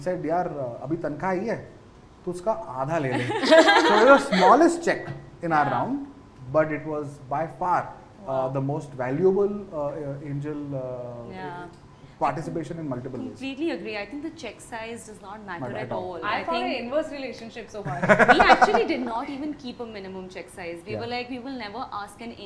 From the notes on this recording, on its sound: As we bring you an exhilarating live shoot from the Bombae Pad! With a vibrant audience of dynamic women from the startup ecosystem.